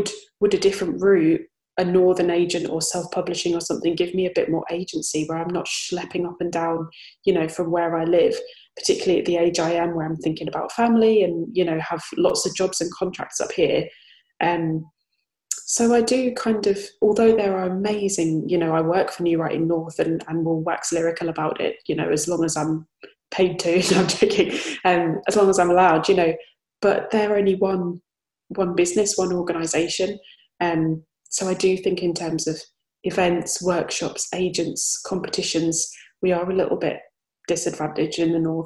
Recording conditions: video call